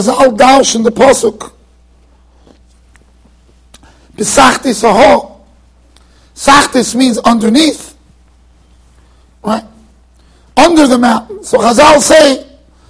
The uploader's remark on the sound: Shiur recorded in Yeshivas Ohr Reuven, Monsey NY.